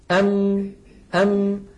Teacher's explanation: جزء شفوي وهو انطباق الشفتين على بعضهما، ويصاحب ذلك غنة من الخيشوم. مجموع هذين العملين يشكل حرف الميم.